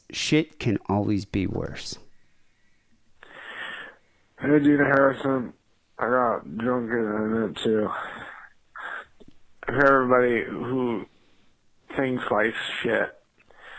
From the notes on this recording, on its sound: Phone calls.